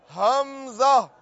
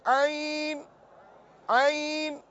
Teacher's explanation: حمزہ ذرا سینے کے قریب سے ادا ہوتا ہے. جیسے حمزہ پڑھیں گے آپ حمزہ، دیکھیے آپ کو سینے پہ کچھ نہ کچھ وزن محسوس ہو رہا ہوگا، اور جب عین ادا کریں گے تو پھر سینے سے اس کا آواز تو آتی ہے مگر ایسی مطلب وزن محسوس نہیں ہوتا جس طرح کے حمزہ میں ہوتا ہے.